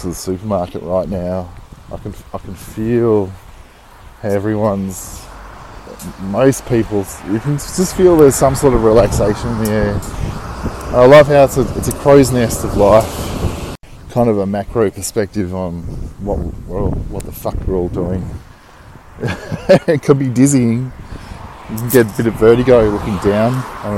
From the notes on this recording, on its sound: Walking to the supermarket (excuse the clicking of the leaves I'm walking on)